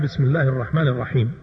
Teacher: ينبغي أن ينفض بالباء قبل السين مخففة ولا تضغط في مخرجها